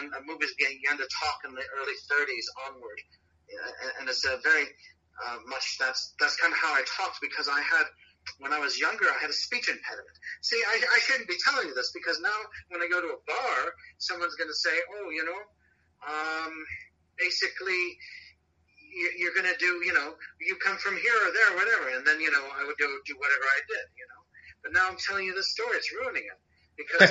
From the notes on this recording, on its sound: This episode was recorded over the phone so the quality